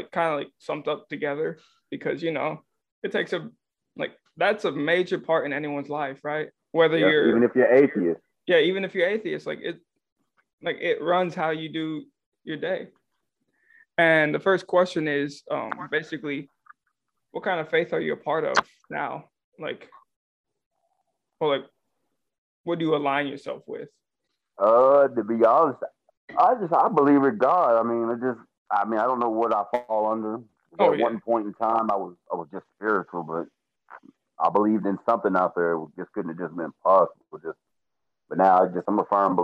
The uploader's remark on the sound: through the power of Zoom